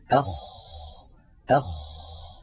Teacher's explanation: من أولى صفاته أنه مهموس، يعني يجري معه النفس، أخ، فلا بد من إجراء هذا الهمس الذي هو جريان النفس.